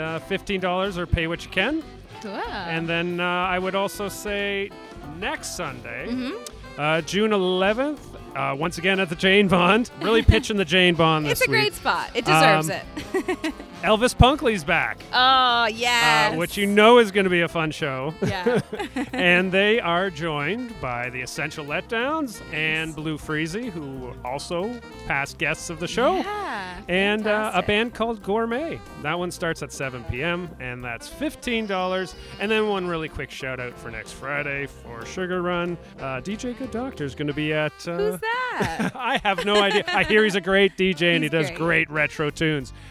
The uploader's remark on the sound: LIVE from Breithaupt Block. The grand opening of the new Breithaupt Block Parkette at King and Wellington in Midtown.